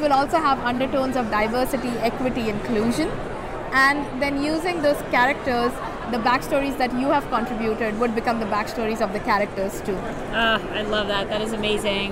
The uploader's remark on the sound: In this episode, we take you Live from NFTNYC 2022. We hit the floor & chatted with a variety of projects & people.